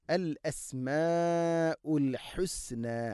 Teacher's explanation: അൽ മുസവ്വിർ ലഹുൽ അസ്മാഉൽ ഹുസ്ന, ലഹു ഹ, അൽ അസ്മാഉ ഉ എല്ലാം തൊണ്ടയുടെ താഴേ ഭാഗമാണ്, കൃത്യമായിട്ട് മഖ്റജിൽ നിന്ന് തന്നെ ഉച്ചരിക്കണം. അൽ അസ്മാഉ മദ് മുത്തസിലാണ് അവിടെയുള്ളത്, നാലോ അഞ്ചോ ഹർക്കത്തിൻ്റെ ഖദറിൽ നിർബന്ധമായിട്ടും നീട്ടണം